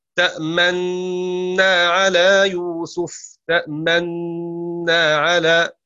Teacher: يعني أثناء الغنة تضم شفتيك · Term: الإشمام